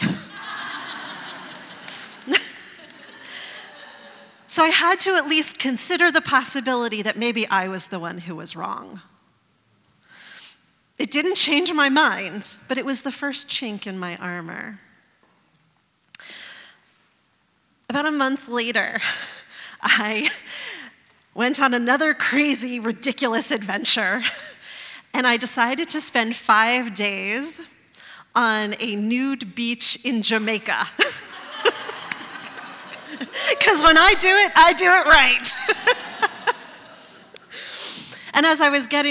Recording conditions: live audience